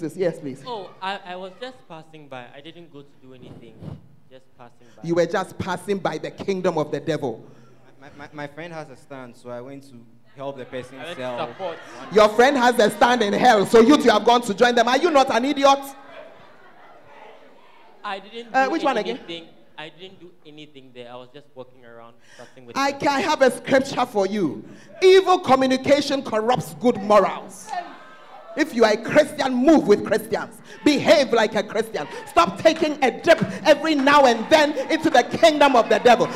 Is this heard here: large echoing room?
yes